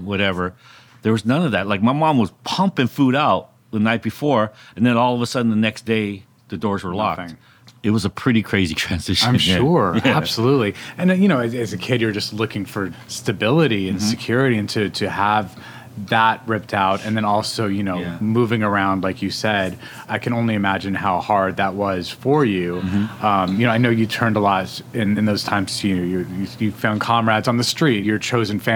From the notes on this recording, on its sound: Was recorded at Damian in Downtown Los Angeles.